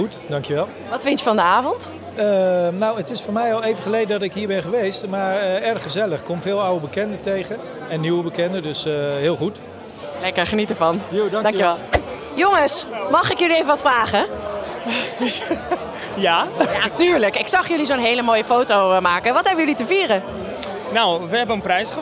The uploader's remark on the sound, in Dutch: Sponsorringen Special vanuit de AFAS LIVE.